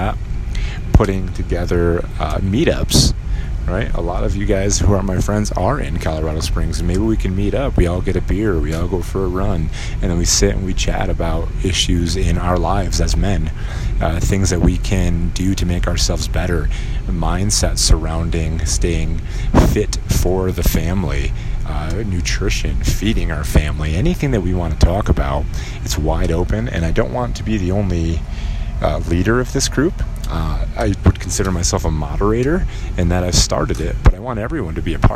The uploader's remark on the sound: While I drive around town